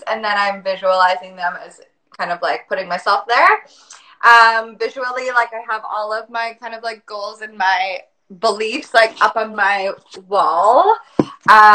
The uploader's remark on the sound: A replay from an IG live.